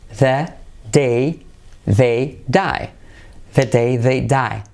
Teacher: La D dentro, dame el dado, y la TH afuera.